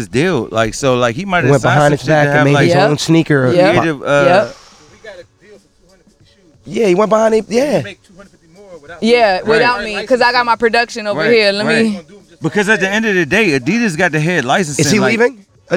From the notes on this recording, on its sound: Today’s episode the guys are recording live from the block party in the hood!